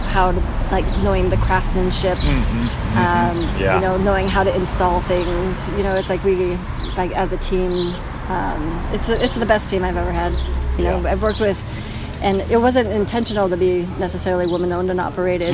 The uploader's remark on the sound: please pardon some of the background road noise due to our street side cafe setting